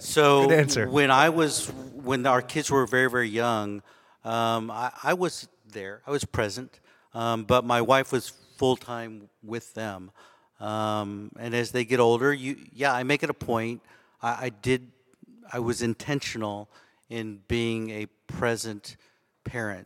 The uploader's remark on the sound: In this special live episode, recorded during the YoungMD Connect Live meeting in Austin